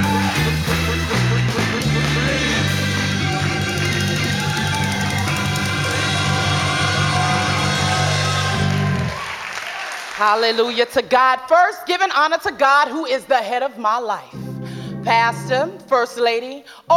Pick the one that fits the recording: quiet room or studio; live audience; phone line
live audience